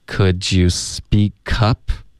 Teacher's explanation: speak 的这个 p，我们就浊化为一个 b 的音。Could you speakup？这里 speak 跟 up 连读了。Could you speakup？